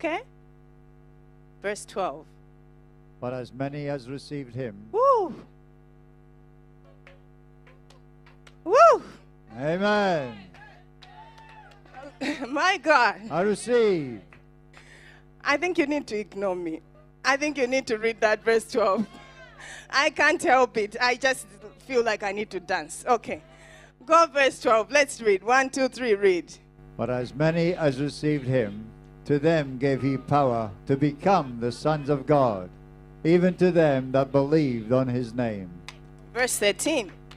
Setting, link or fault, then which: setting, large echoing room